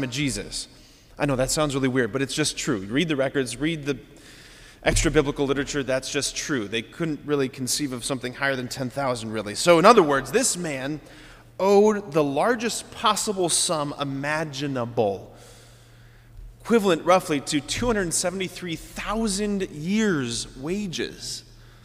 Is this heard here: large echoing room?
yes